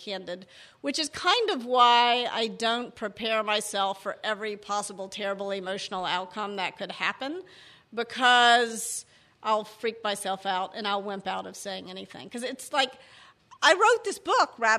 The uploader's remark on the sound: Before a live audience in San Francisco.